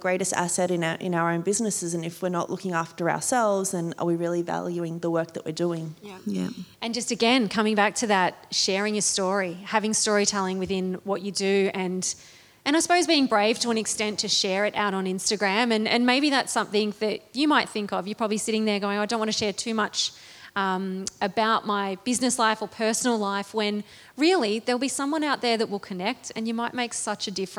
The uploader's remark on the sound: This special episode was recorded live. 85 people could sit close to home and listen.